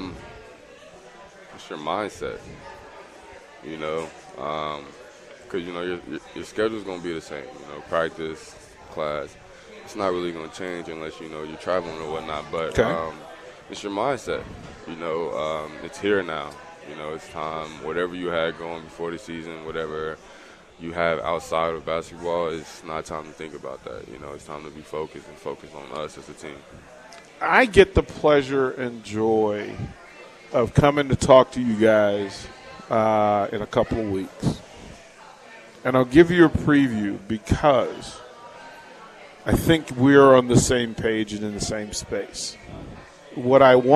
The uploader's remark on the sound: Live from Upside Bar and Lounge (27th & Pine Lake)